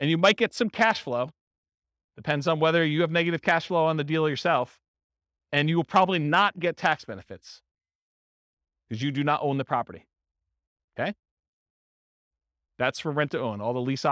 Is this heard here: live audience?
yes